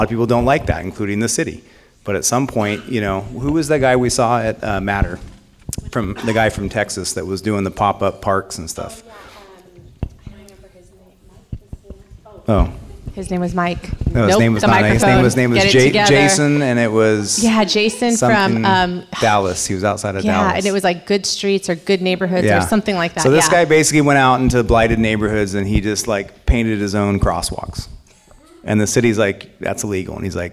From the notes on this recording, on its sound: A audience member asks panelists for advice on how to dress as the officiant at a NorCal wedding. At the CLARA Auditorium in Midtown Sacramento.